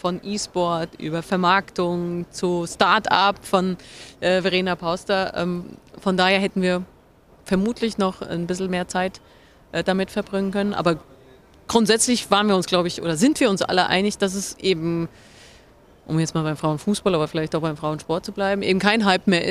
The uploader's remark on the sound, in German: live vom SPOBIS